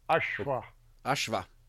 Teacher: the S is actually pronounced like an SH